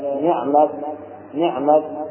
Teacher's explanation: يوقف عليها بالهمس في التاء المفتوحة